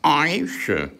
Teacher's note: Im Mund trennt der Hesse das Wort Ei in ein E und in ein I. Das E bekommt ein Linkspin oder Rechtspin von innen aus gesehen, das I in Linkspin.